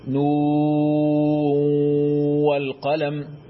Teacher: نون والقلم بالإدغام مع الغنة